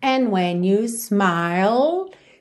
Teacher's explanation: juntou pelo N, and when you smile, termina com a língua lá no céu da boca